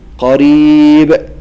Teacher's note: طيب لكن إن كان الحرف الساكن المقلقل في آخر الكلمة فنقول قريب. قريب تكون درجة القلقلة أعلى وأقوى